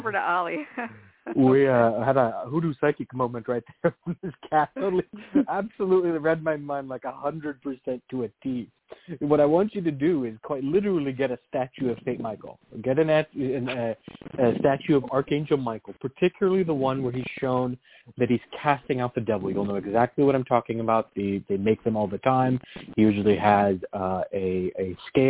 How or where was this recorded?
phone line